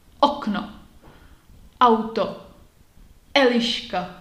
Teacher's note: Čeština má glottal stop prakticky na začátku každého slova, které začíná samohláskou